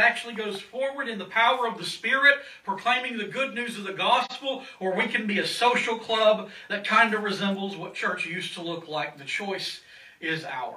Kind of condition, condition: setting, large echoing room